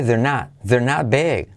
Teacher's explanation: Y la R casi no se dice